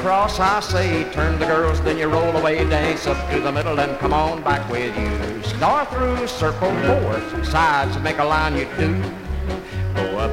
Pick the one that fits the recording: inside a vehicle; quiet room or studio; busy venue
busy venue